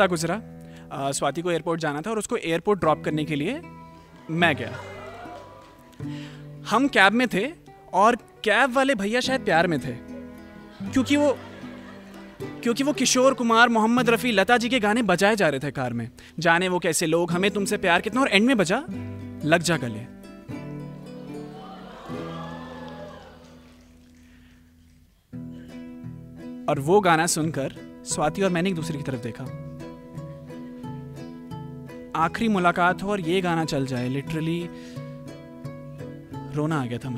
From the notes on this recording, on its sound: This is my live performance from tape a tale's show.